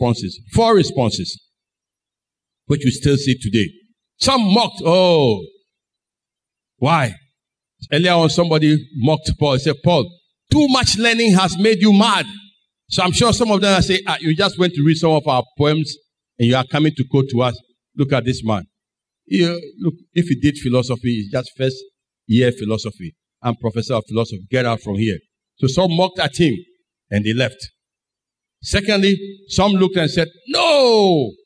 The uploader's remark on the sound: Sermon preached at CBC Adabraka Campus